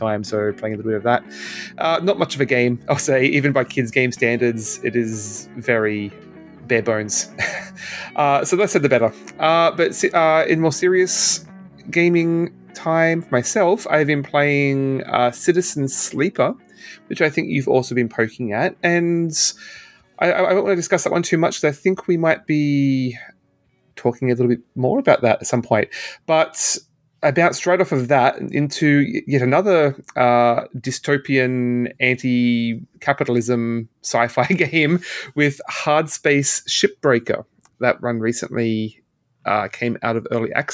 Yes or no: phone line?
no